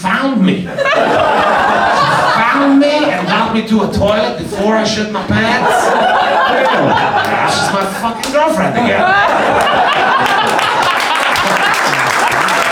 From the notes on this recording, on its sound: LIVE at Yuk Yuk’s! Recorded at Yuk Yuk's Ottawa in front of live audience. Our soundboard audio ended up being unusable due to us having no experience recording off a live venue soundboard... Thankfully we had an extra camera running in the crowd and the sound from that ended up being pretty decent!